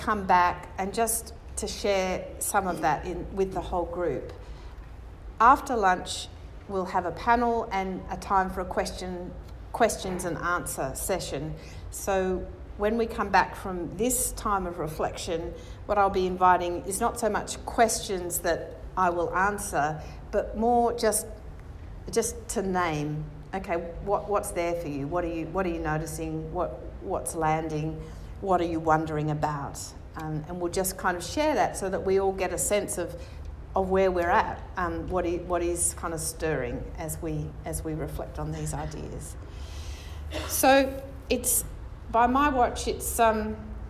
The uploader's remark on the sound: National conference Adelaide 2018